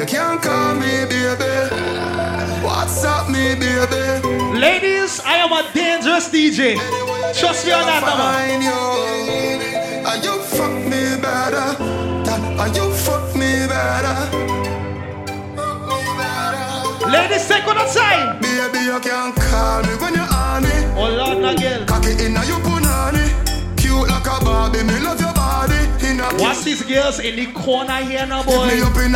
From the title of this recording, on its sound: Live At WHINE DOWN WEDNESDAYS 11.13.19